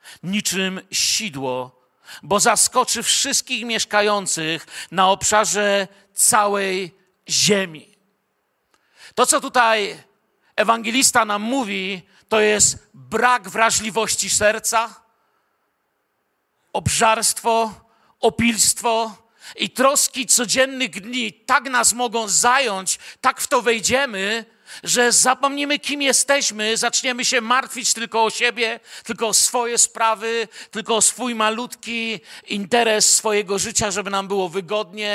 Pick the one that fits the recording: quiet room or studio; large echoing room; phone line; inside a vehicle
large echoing room